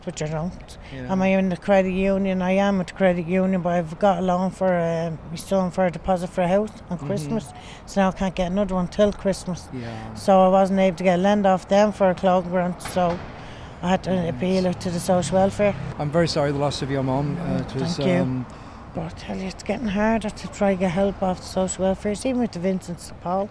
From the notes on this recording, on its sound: chats to people outside a Social Welfare office on Bishop Street in Dublin City Centre